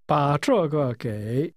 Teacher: 把 is pronounced with a falling, rising tone.